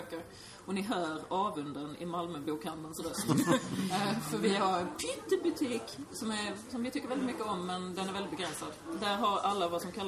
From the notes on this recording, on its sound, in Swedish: Det var bokmässa i Göteborg i september 2014. Lämnade mässgolvets sorl för att träffas och spela in Fantastisk Podd LIVE på SF-bokhandeln i Göteborg.